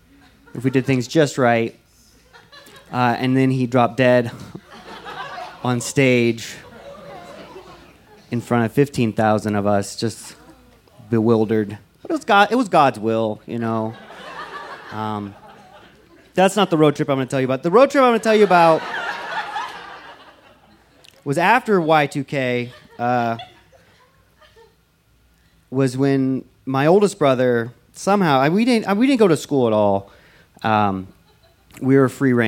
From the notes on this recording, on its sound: This story was recorded live on 21 June 2017 at Buntport Theater in Denver, Colorado.